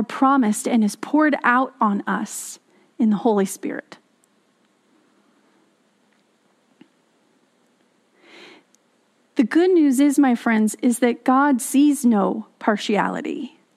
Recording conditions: large echoing room